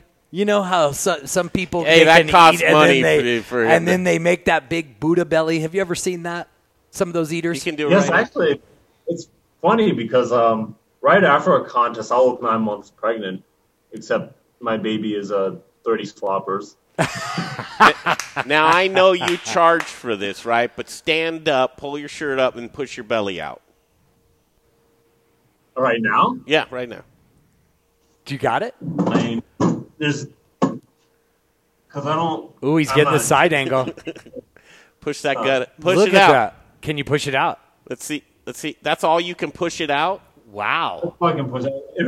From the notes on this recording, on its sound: We're live from Grays Coors Tavern in Pueblo